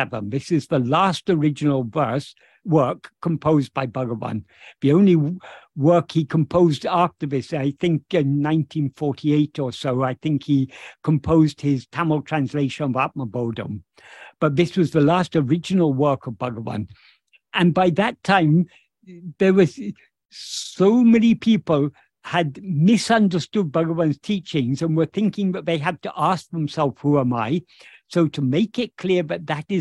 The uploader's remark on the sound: In a Zoom meeting with Sri Ramana Center, Houston